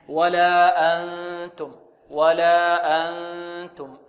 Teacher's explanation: حكمها الإخفاء، نون بعدها تاء حكمها الإخفاء، لا بد هنا من الغنة